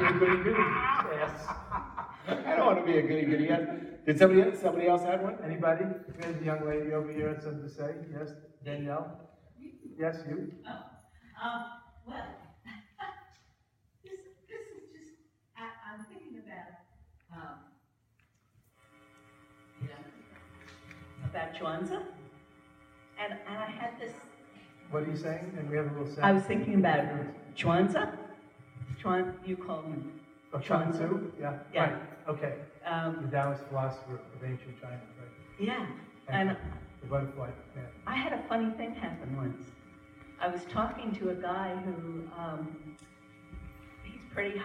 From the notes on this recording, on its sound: live on stage for conversation